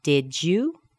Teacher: Now we've got the D and the Y together, and that makes a J sound.